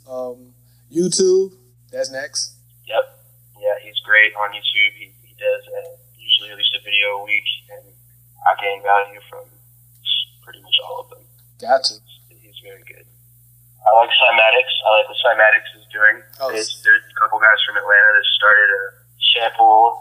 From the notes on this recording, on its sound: Phone Interview.